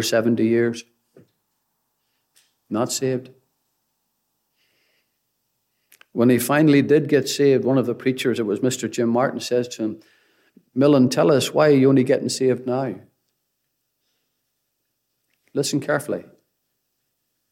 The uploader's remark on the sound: Gospel Audio Recording from Ballyclare Gospel Hall